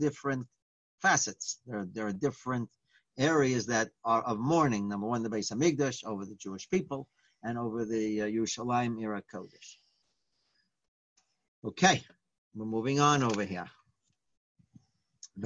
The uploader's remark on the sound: Live On Zoom